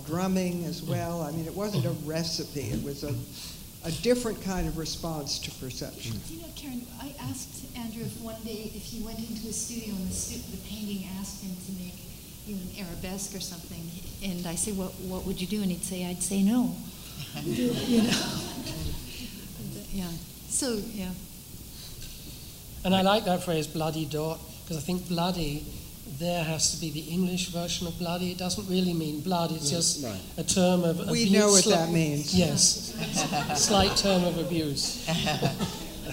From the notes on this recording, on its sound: From the evening lecture series at the New York Studio School, a panel discussion